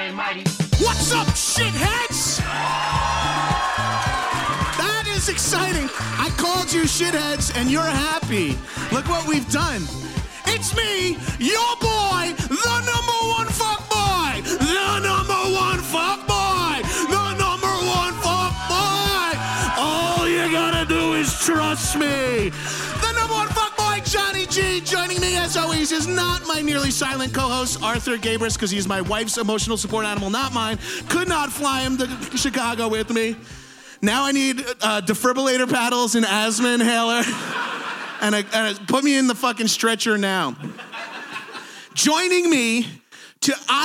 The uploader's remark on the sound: People in chicago for podcast fest for a LIVE POWER HOUR. Recorded at chicago podcast festival.